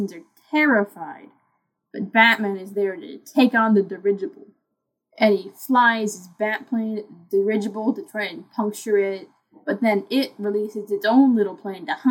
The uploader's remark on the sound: Sorry about the audio.